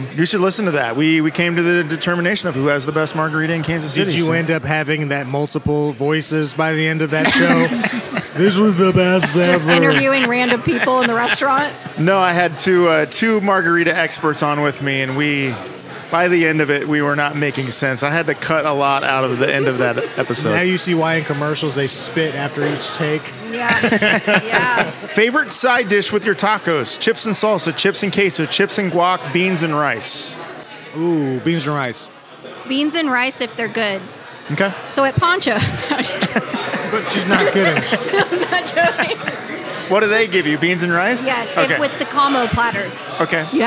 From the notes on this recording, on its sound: On Location! This week we're ON LOCATION in Martini Corner but we're not sippin' martinis. We're taste testing the tasty tacos at the brand new BARRIO TAQUERIA (in the former Sol Cantina building).